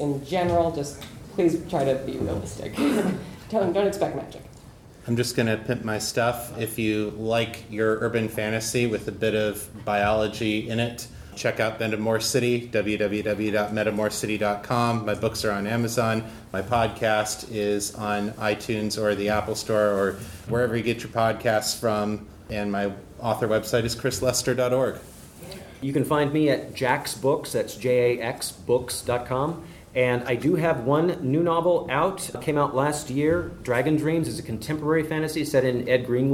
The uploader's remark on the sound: Recorded at Balticon 51.